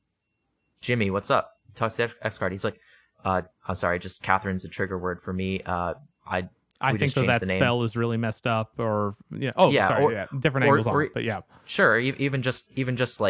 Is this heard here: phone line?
no